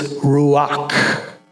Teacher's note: some of these words, when you say them, you kind of have to say them in a breathy way